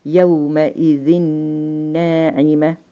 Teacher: فأنا باخد النون بتاعة التنوين اللي على الزال وبدخلها في النون اللي وراها وبنطق نون واحدة · Term: إدغام تام